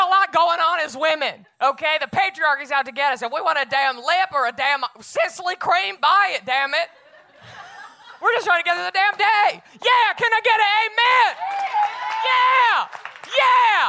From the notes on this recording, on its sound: LIVE at SXSW. Live on the SXSW 2018 Podcast stage.